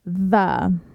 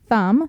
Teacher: There's actually two TH sounds. One is voiced and one is voiceless. So for both of them, you're going to have the child put his tongue between his teeth, so kind of bite his tongue, and then he's going to blow.